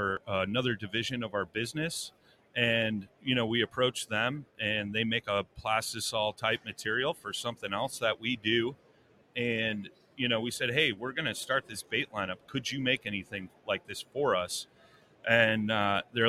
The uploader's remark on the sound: Live from ICast '23 the PNF Hosts take over the DUBRO Fishing booth